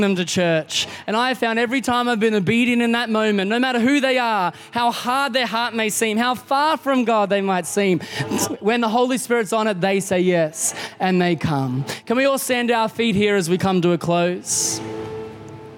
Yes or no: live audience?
yes